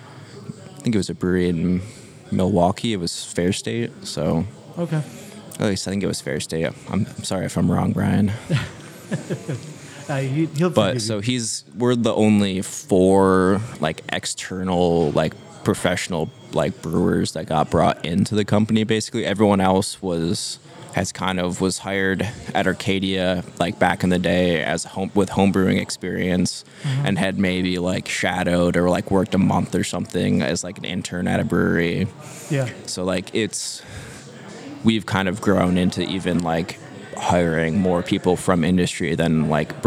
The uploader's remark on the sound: Recorded at Tap That Downtown, a self-serve beer bar in Downtown Phoenix.